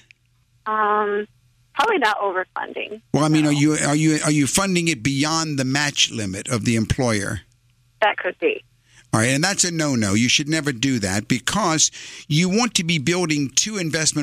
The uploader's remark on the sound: Financial planning call-in show.